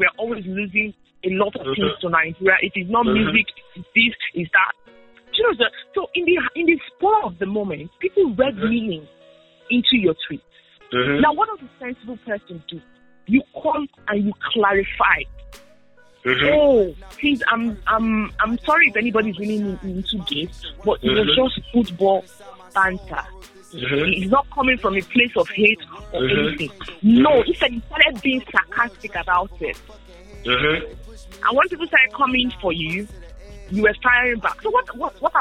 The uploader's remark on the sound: on a conference call with two guests